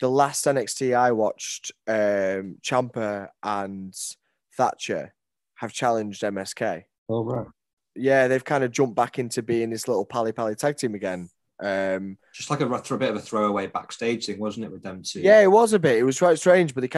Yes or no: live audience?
no